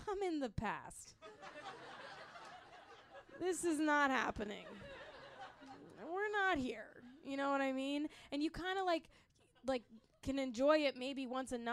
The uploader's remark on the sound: Live Show